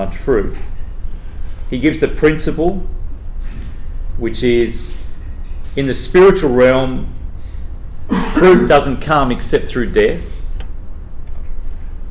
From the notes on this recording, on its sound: Straight from the 2010 Geneva Push Coaches Conference